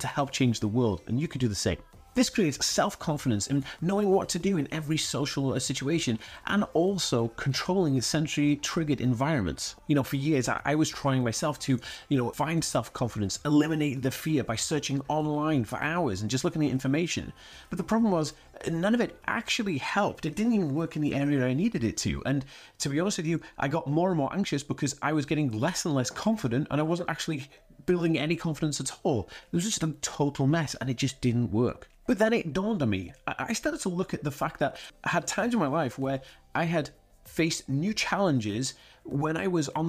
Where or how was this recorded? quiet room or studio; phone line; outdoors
quiet room or studio